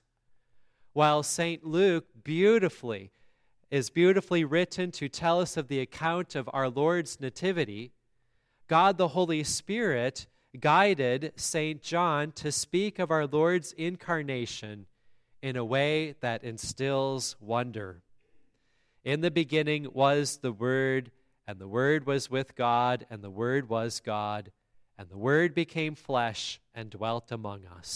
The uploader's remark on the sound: the Christmas Day service at Grace Lutheran Church, Lexington, MO